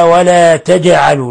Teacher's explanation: الجيم ساكنة قلقل لأنها من حروف قطب جد